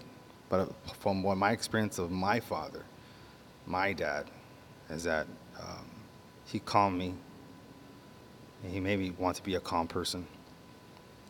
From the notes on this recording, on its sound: On this episode I record at two cemeteries. It was a nice relaxing recording.